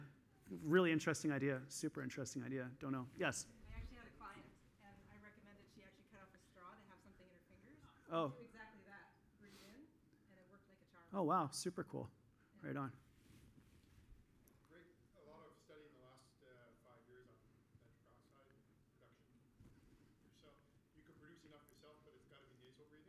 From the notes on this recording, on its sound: This week I'm sharing a session that I did at the EPIC Conference in Toronto in December of 2022.